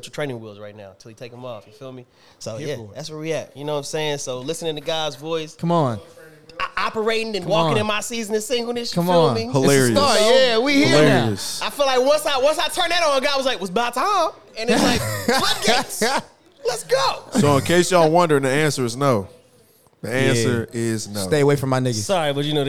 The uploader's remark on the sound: We hear from a few members of the live studio audience.